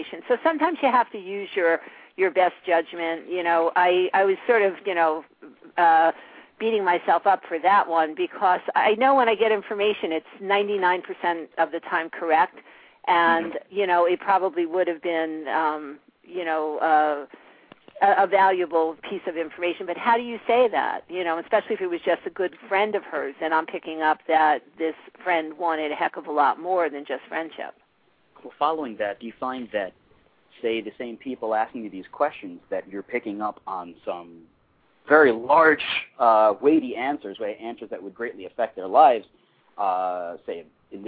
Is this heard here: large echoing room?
no